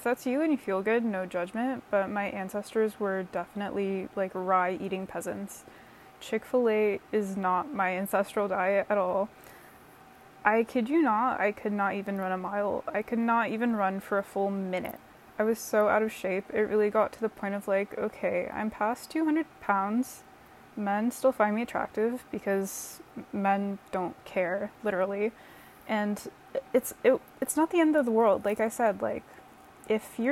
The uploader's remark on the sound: A lo-fi 10-minute debut episode with plenty of yummy ambient noise from my air purifier